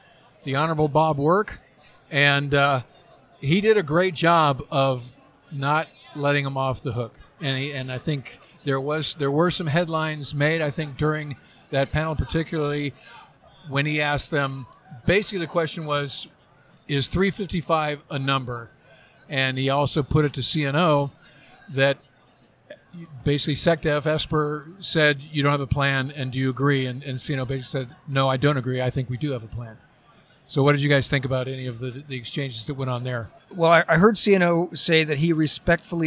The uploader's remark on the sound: Review the action live from #WEST2020 in San Diego.